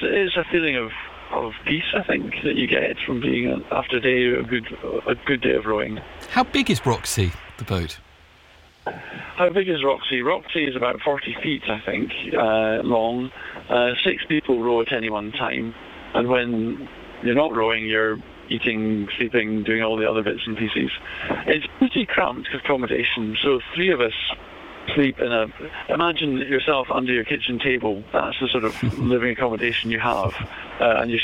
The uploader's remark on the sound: BBC Radio 2. The call was done live from the boat in the Atlantic via satellite phone.